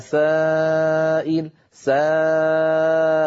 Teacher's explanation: خرجت الألف مرققة قبلها سين والسين مرققة، إذن تتبع الألف ما قبلها تفخيما وترقيقا.